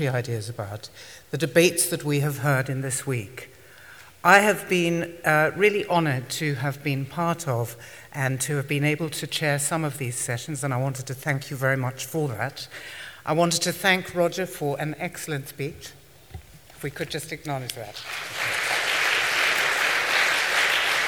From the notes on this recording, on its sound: Delivers Vice Presidential Address to SRHE Annual Research Conference 2012.